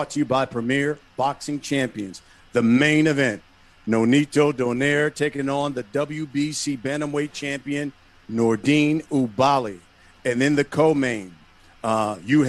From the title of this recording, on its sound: Press Conference